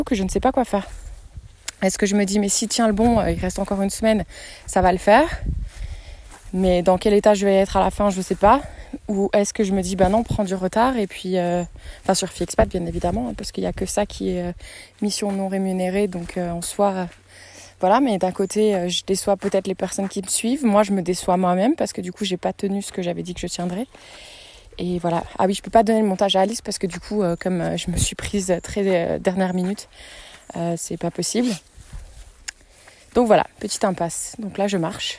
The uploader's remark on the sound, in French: un message vocal de quelques minutes que j'ai enregistré de façon spontanée au fil de mon été 2023